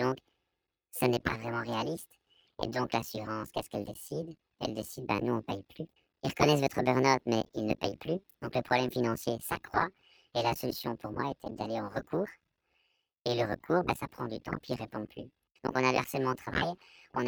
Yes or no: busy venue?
no